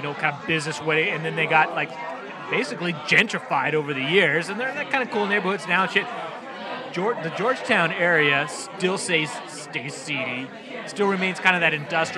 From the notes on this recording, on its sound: Recorded live at Slim's Last Chance Chili Shack & Watering Hole in historic Georgetown.